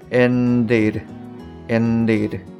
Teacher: にしてもこういう弾く音になりますと。で、えっ、ー、と、これがその本来の D の音なんですけれども、実は会話の中で言われる時っていうのは結構いい加減な発音になることが多いんです。で、どうしてかっていうと t と同じで舌先をその前歯の付け根まで持っていって、でって発音するのって、まあ結構大変なんですよね。じゃあどうなるかっていうと、その上顎の部分を舌先でこうペロってする感じつまりその日本語で言う、まあ、打行とかラ行、こういった感じの音になります